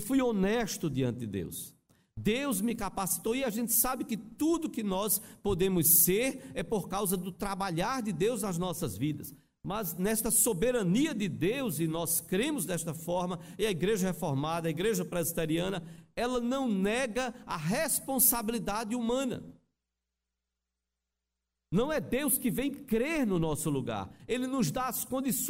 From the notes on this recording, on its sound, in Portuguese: Culto presencial e transmitido ao vivo no domingo (07/11/2021) à noite (18h), com público limitado a 80% conforme novo decreto do governo do estado de PE devido à Pandemia da COVID-19.